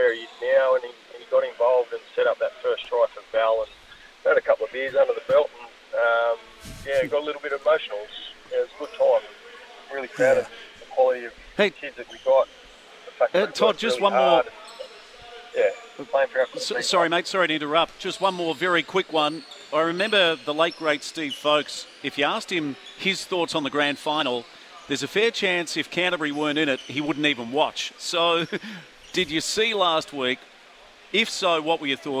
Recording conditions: busy venue